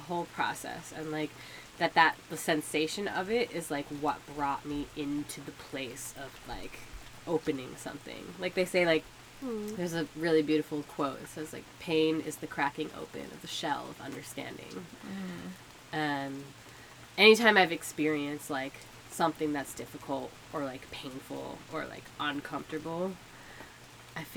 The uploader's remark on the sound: We did record in a shed, with a single microphone, in the middle of a rainstorm, so there’s definitely some background noise noise, especially towards the end of the episode.